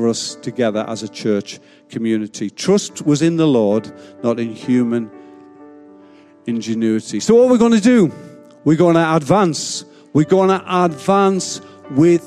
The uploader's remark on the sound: Recorded live at Life Church Lancashire 28th March 2021.